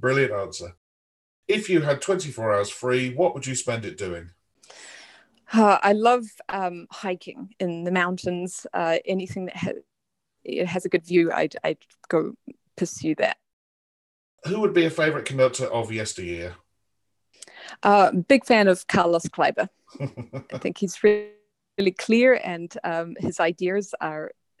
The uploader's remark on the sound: This interview was recorded on 5th November 2020 via Zoom.